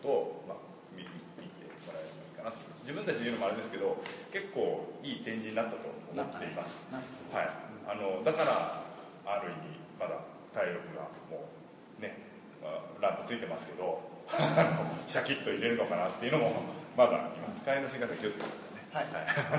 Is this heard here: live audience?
yes